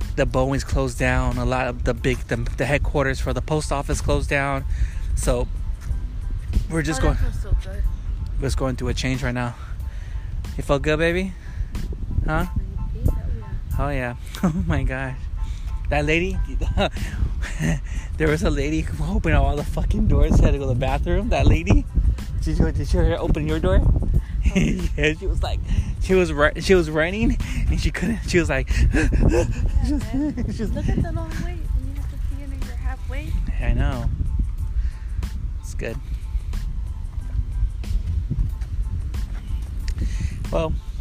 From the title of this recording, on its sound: chatting at the beach while we do some walking